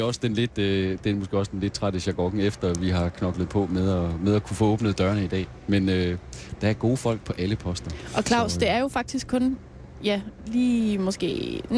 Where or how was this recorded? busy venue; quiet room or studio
busy venue